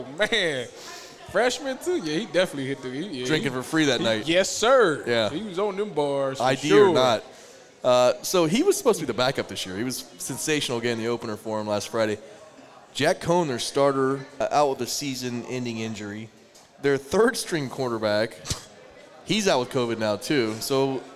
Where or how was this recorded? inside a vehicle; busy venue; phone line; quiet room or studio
busy venue